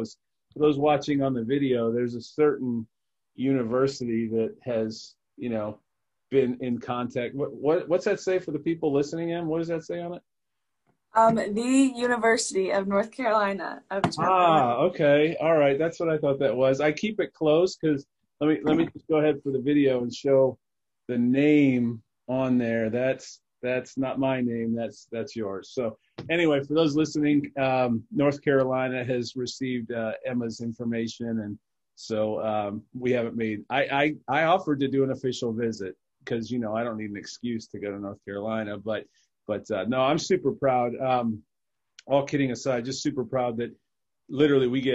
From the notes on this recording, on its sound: We literally did a zoom call from 2 different rooms in the house.